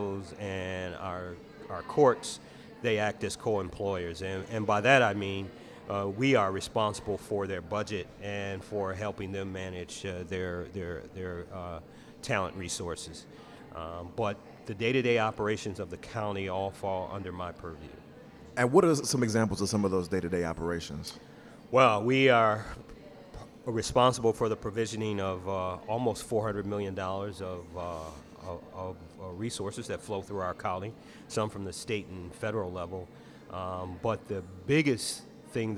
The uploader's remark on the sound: Live from Cultivate